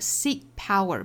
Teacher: Seek power 憋这么一下失去爆破